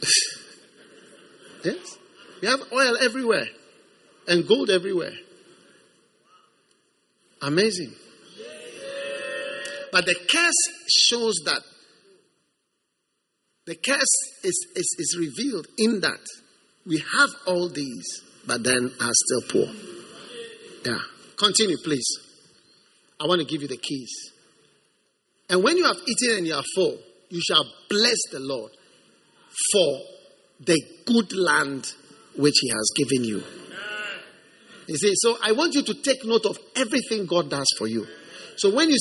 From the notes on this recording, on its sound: Preached at the First Love church, Accra.